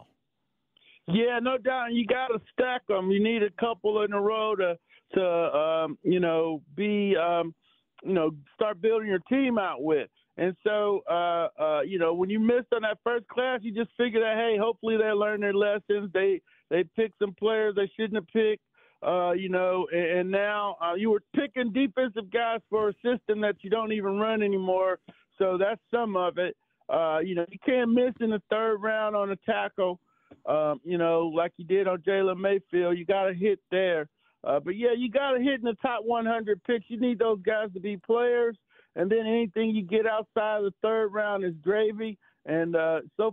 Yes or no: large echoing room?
no